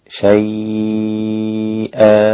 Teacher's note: الإمام ورش ينفرد بمد اللين شيئا هكذا أربع حركات